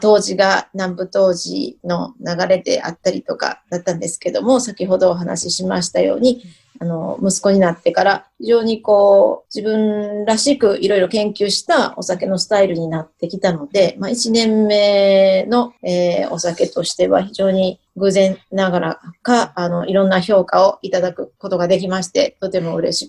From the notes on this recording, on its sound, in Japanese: Zoom収録